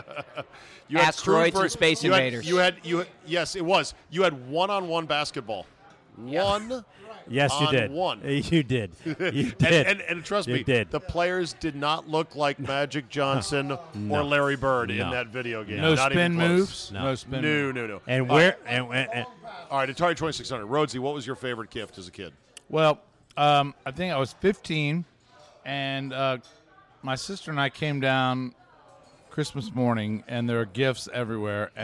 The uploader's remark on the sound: RECORDED LIVE at DC PRIME STEAKS in Ashburn VA.